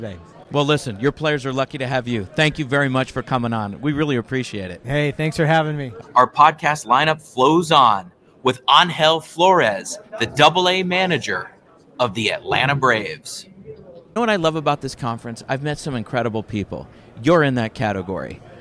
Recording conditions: busy venue